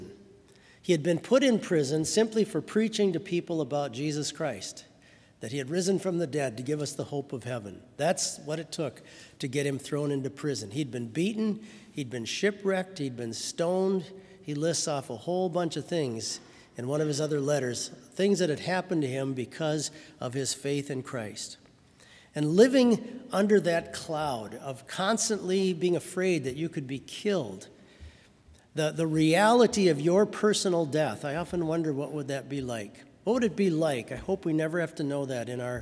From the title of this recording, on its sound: Sermon from BLC Chapel